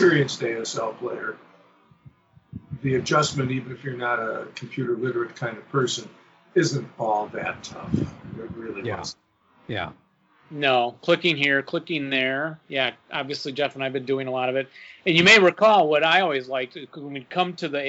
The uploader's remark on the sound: We do apologize for the poor audio quality. Covid is taking it's tech toll.